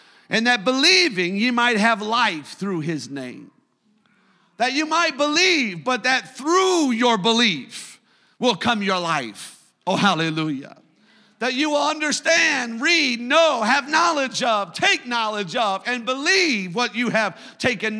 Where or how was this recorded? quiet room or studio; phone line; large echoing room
large echoing room